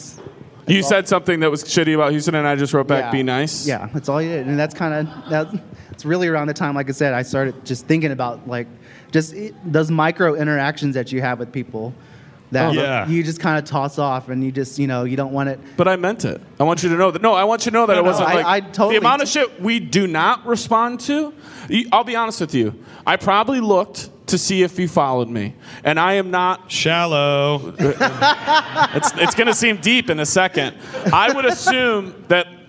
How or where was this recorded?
live audience